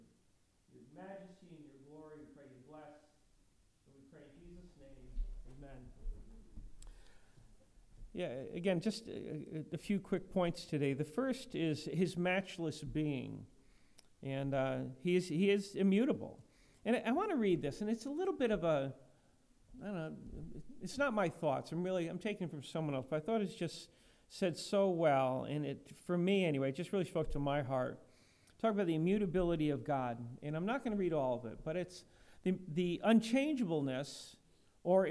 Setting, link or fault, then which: setting, large echoing room